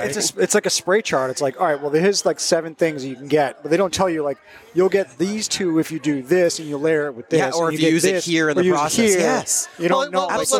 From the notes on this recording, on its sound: taped at the Equilibrium and Friends event at Six West